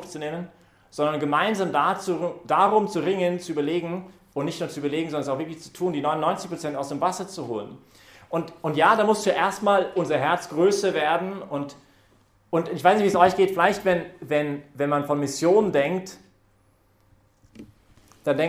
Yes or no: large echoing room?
yes